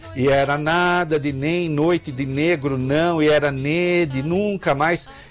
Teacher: Essa consoante nasal, alveolar, sonora. Que traduz a negação.